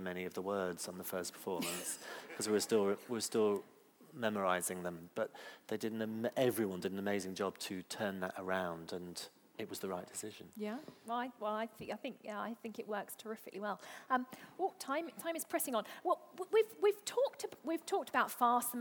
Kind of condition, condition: setting, live audience